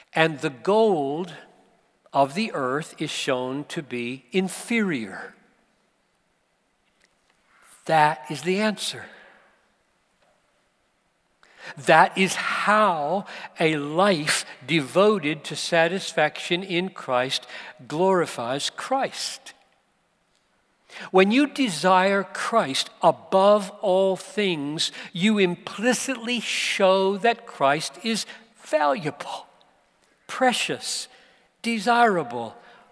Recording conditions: live audience